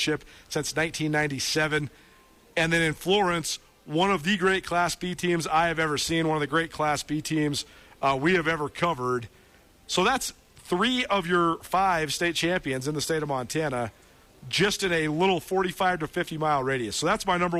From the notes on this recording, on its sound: live from Gray Wolf Peak Casino